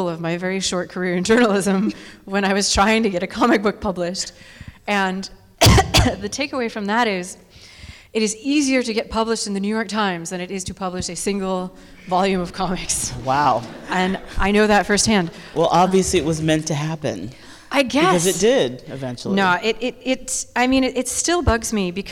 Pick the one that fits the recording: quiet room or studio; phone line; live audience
live audience